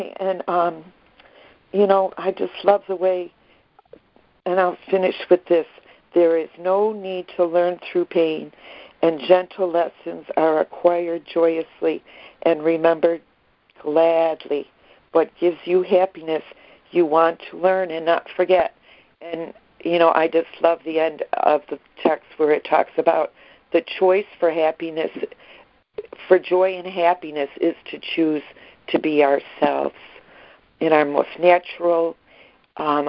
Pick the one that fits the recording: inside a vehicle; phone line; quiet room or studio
phone line